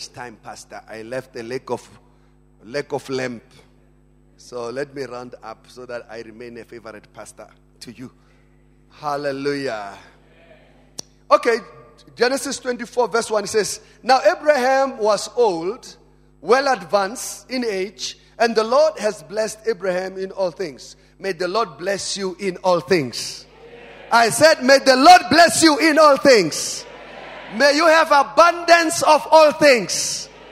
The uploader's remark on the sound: Family Conference 2018. Preached at Emmanuel Christian Church, Arcadia Campus.